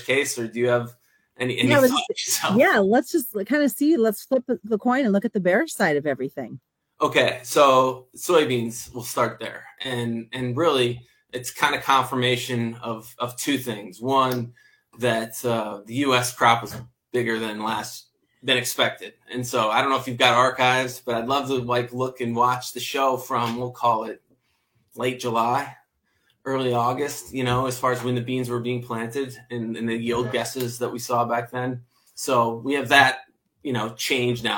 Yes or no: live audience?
no